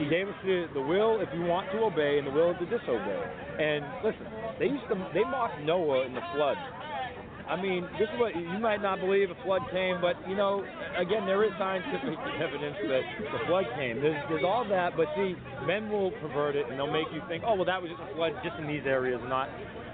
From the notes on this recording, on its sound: Talking with the Christians at the Reason Rally. June 4, 2016 was the second Reason Rally in Washington DC. I had a recorder on me.